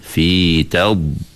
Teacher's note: Kita sebut lembut-lembut aja, fi tad, sebab di masa yang sama huruf dot ni juga ada sifat rakhawah, iaitu sifat yang kita tidak putus suara. Suara, orang kata apa, suara yang mengalir itu tetap ada bila sebut dot.